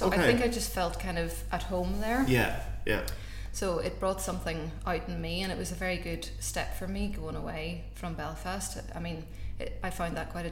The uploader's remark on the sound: In another episode recorded in Belfast's Sunflower Public House.